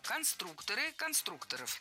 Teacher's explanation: Конструктора, конструкторов, это неверно. В слове «конструктор» ударение должно сохраняться на втором слоге, на «у».